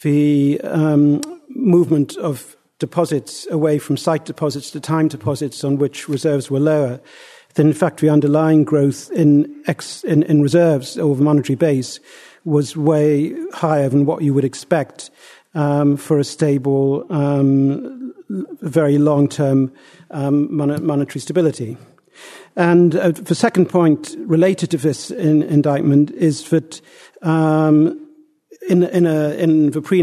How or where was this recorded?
live audience